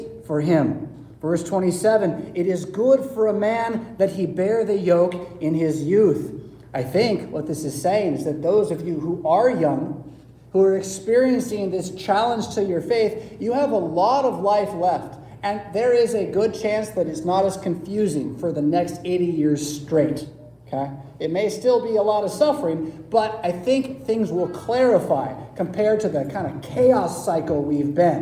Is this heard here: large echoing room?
yes